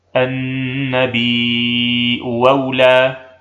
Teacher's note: مثال ضم الأولى مع فتح الثانية: النبيء أولى. نبدل الثانية واوا خالصة مفتوحة فتصير: النبيء أولى.